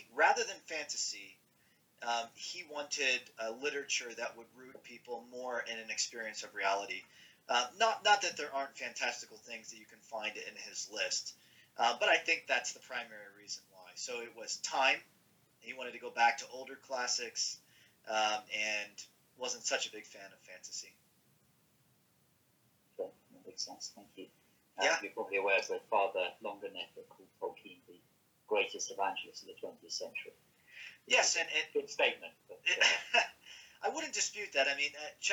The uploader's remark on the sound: Apologies there were audio problems recording this conversation.